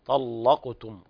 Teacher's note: قرأ ورش بتغليظ اللام كما بينت